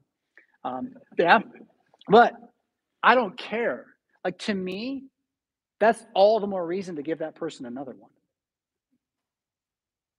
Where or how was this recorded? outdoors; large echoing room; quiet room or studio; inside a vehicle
large echoing room